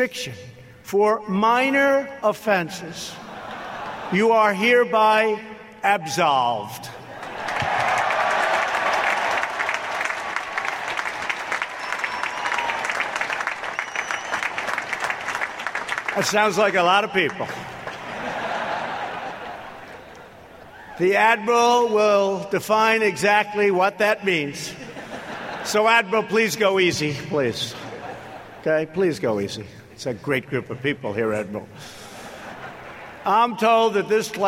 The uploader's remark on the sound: This special episode contains the audio from the speakers at the USNA Graduation and Commissioning ceremony on May 25, 2018 in Annapolis, MD.